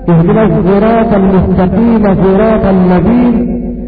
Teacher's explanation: والصاد والزاي من حروف الصفير يعني من صفاتهما الصفير، فلأجل هذا حسن اختلاط صوت الزاي بصوت الصاد · Term: الاشمام